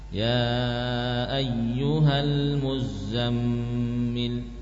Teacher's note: Sama-sama ditasydid za dan mim. Hanya saja beda dalam ukuran sukunnya. Al-Muzzammil, yang mim lebih lama.